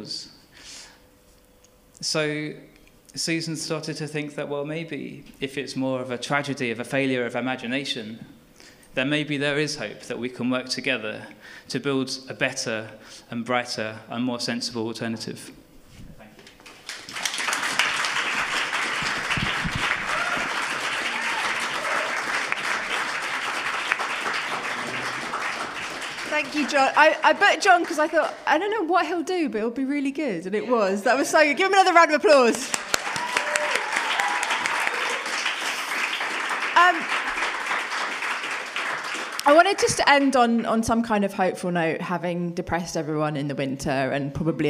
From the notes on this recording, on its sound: This week's episode is the second act of our Tragic Summer live show which took place at the Hackney Attic on June 6th